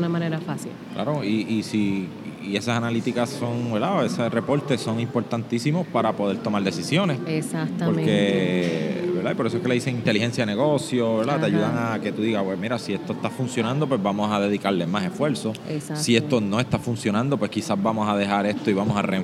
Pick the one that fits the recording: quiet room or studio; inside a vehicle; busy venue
busy venue